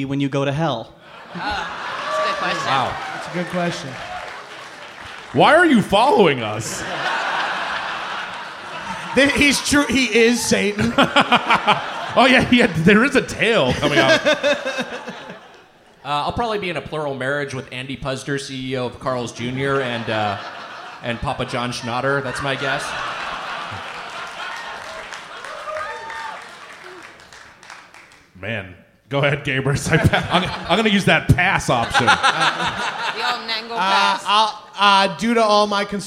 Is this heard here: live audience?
yes